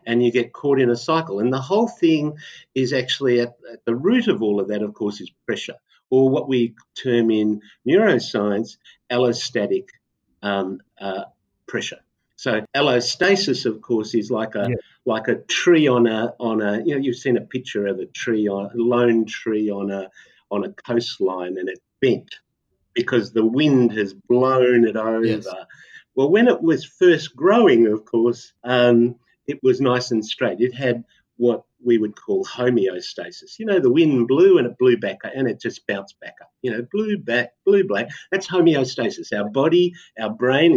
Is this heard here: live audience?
no